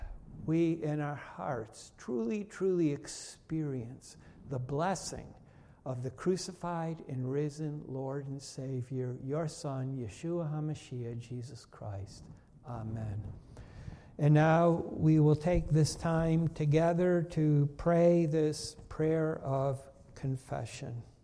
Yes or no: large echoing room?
yes